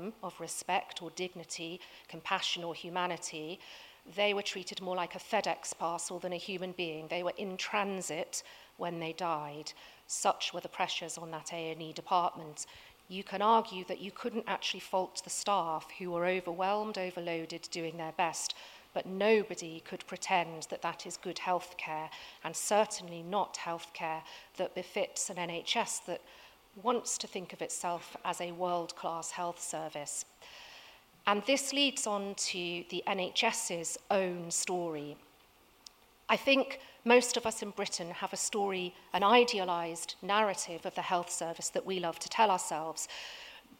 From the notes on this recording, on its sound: Recorded at 5x15 at The Tabernacle in London, November 2017.